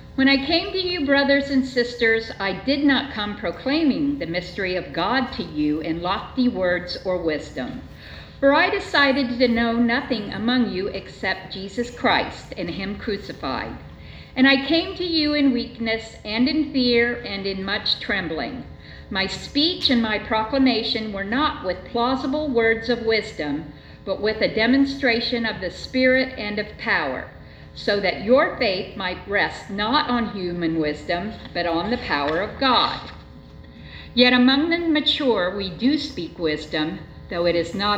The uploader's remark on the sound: Sunday church service recording from St. John's Lutheran church in Dola Ohio.